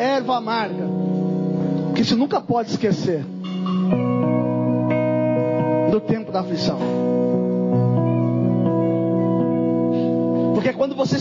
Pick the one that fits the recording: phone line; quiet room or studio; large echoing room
large echoing room